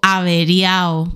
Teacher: O averiao, porque no pronunciamos las D intervocálicas